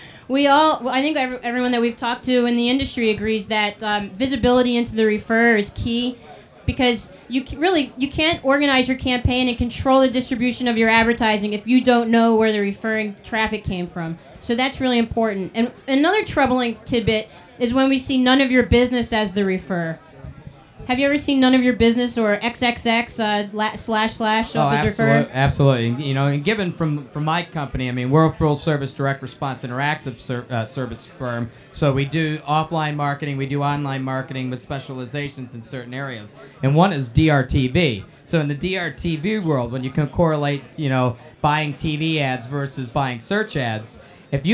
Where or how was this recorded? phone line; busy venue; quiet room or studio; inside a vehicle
busy venue